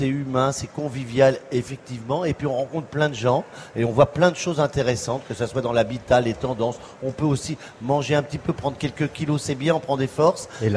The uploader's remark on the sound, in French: en direct de la Foire de Paris